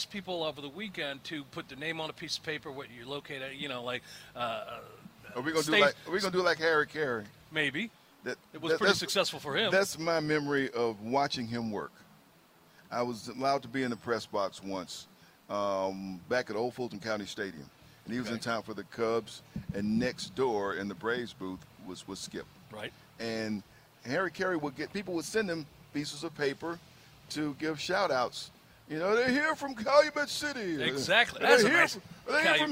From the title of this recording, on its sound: Live from the PeachTree Road Race